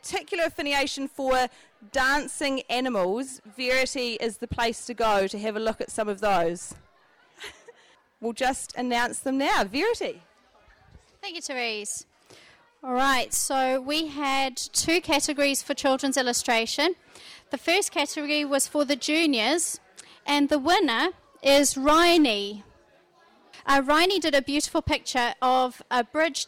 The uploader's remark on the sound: Tamariki Book Festival - Festival Day. A snapshot of the events and performances at the Tamariki book Festival 2020.